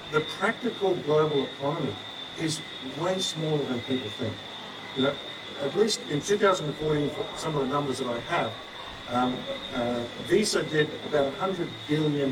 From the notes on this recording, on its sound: Sound quality was impacted by testing the audio setup before the conference, and also the unexpected background noise